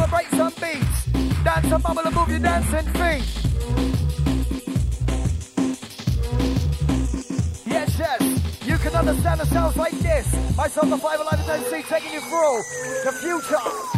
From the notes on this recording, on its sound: Recorded Live At ‘Xmas Party’